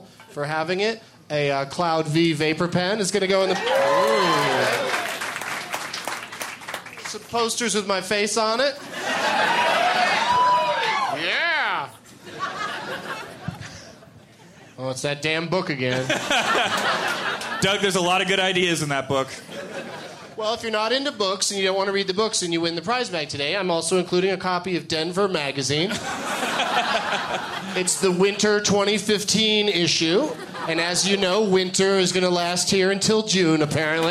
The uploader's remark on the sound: Recorded at Comedy Works in Denver, CO